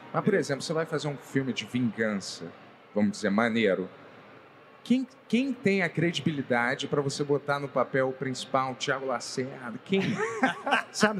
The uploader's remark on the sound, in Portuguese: AO VIVO DA CCXP22